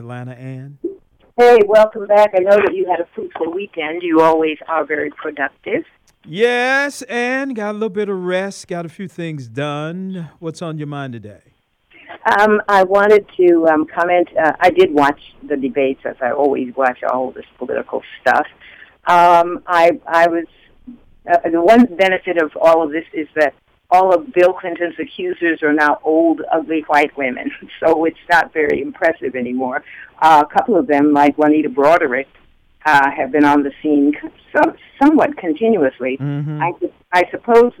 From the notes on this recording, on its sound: Opens up the lines to the listeners. The callers joined the conversation and shared their thoughts on the debate.